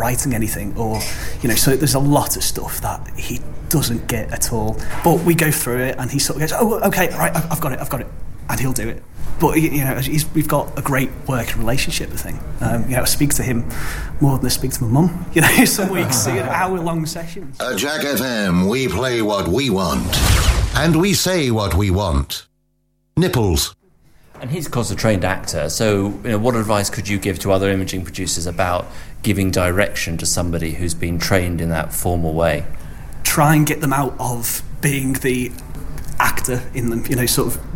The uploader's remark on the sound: Recorded in a pub, this is the Earshot Creative Review for March 2010.